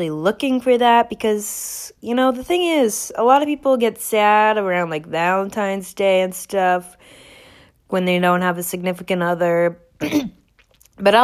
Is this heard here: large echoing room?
no